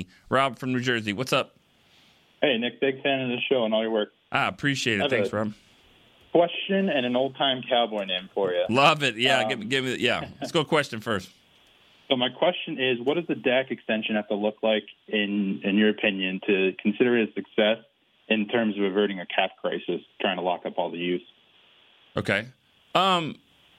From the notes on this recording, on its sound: The phone lines were on fire Wednesday. Answer questions from the calls and texts.